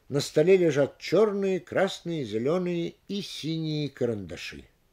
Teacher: Если перед существительным перечислено несколько определений прилагательных, имеющих общий признак, они также не акцентируются. Ударение падает на существительное, с которым сливается последнее прилагательное.